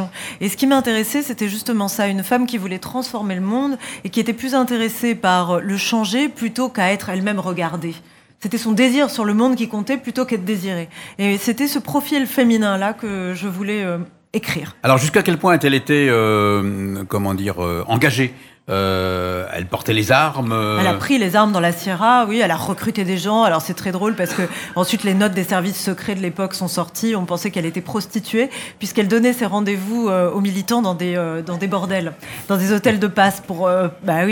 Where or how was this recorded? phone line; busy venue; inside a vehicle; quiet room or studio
busy venue